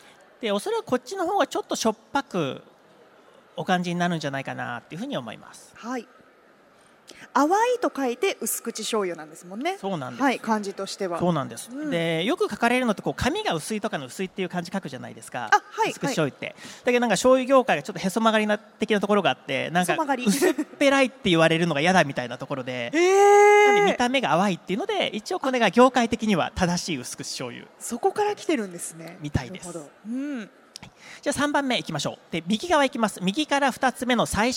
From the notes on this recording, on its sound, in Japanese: CRAFT SAKE WEEK 2023 at ROPPONGI HILLSにて公開収録。